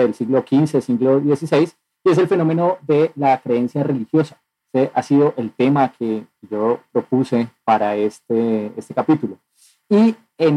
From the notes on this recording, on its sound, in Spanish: Episodio grabado el 08 de octubre de 2021 en línea, desde Bogotá - Colombia.